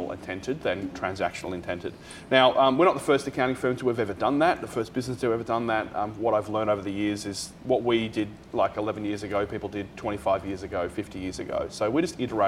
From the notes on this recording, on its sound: A very special live recording from our June Good Mornings breakfast event for purpose-driven folks held at the Frankston Social Enterprise Hub.